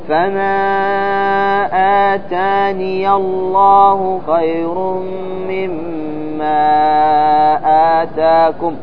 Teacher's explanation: ففي الوصل تقرأ ياء مفتوحة، عندما تصل تقول فما آتاني الله خير مما آتاكم، هذا في حالة الوصل.